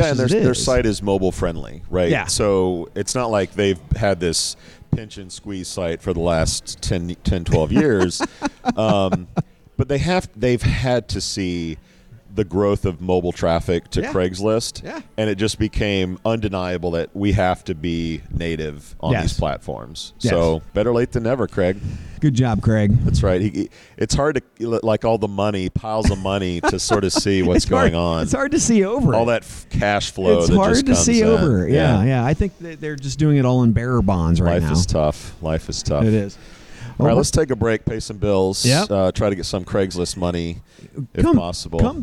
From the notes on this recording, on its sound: Recorded LIVE from a posh Dallas Hotel lobby.